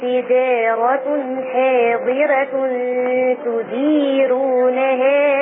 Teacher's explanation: انتبهي إلى ترقيق الراء في كلمة حاضرات وأيضا الراء تديرونها